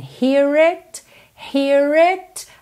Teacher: Aqui enrola o R porque ele liga hear no it